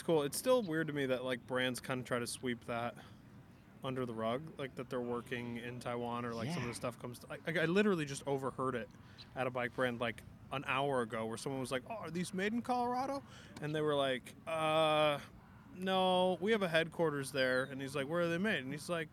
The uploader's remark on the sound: Today we’re taking the OOC outside at Seaotter for our sitdown